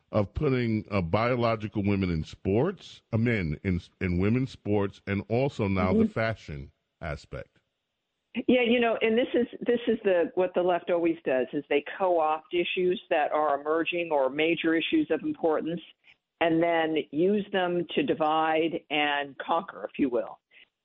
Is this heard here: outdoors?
no